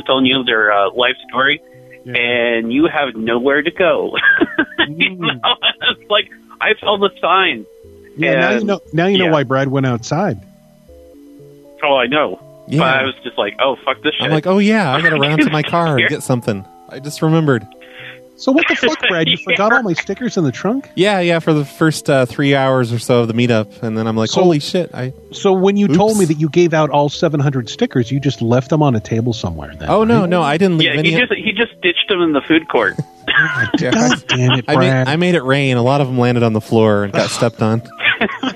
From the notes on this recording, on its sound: I’m very sorry about the buzzing noise you hear throughout the entire show.